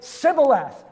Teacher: they'd say Sibboleth because they couldn't make the SH sound